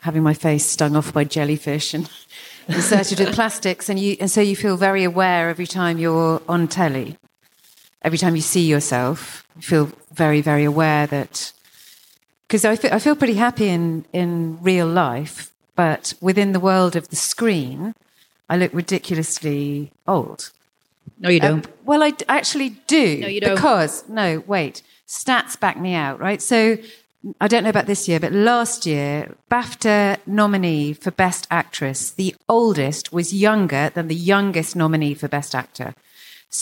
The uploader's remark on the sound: Today's podcast was recorded live at the Gilded Balloon from the Edinburgh Festival.